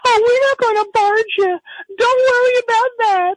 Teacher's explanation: He didn't speak with the same low, powerful voice he used on the show. It was this real high and breathy voice.